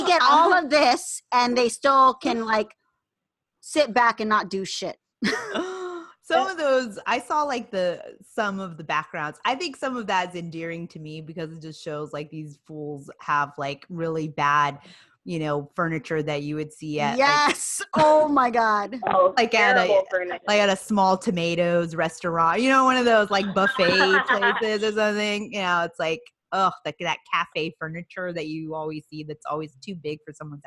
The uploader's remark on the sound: Joins us in our latest Zoom episode.